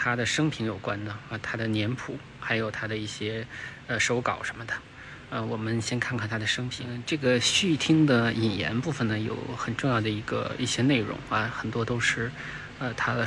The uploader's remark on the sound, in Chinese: 这是一个视频，也没有任何的准备，就是在看展现场一边看一边谈感受。清华艺博。